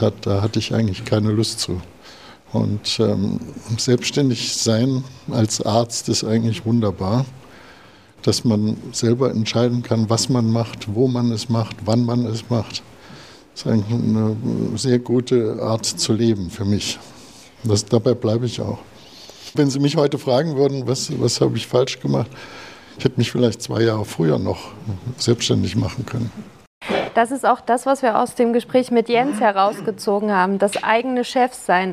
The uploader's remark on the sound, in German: Podiumsdiskussion auf der BDNC Jahrestagung. Die direkten Fragen waren jedoch ohne Mikrofon und wir haben daher diesen Abschnitt nicht aufgenommen.